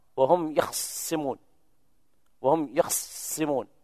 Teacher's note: باختلاس فتحة الخاء وهم يخصمون وهم يخصمون، هكذا نقلت.